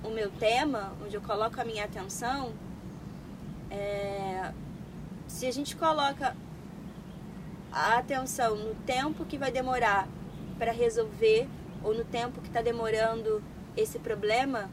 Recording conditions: phone or laptop microphone